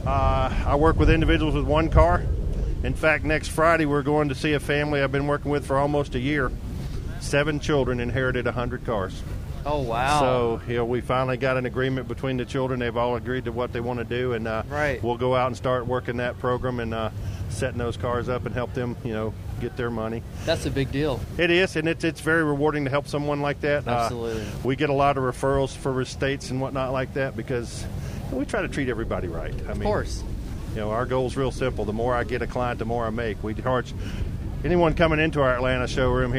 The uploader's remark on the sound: LIVE from Caffeine and Octane with Gateway Classic Cars.